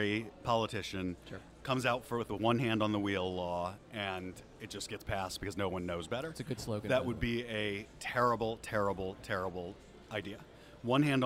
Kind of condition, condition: setting, busy venue